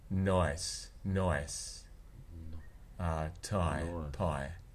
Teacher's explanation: have a rounded first element, o, and a lowered second element